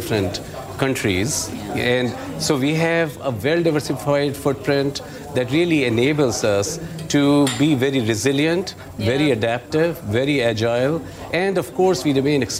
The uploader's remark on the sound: live from the New York Stock Exchange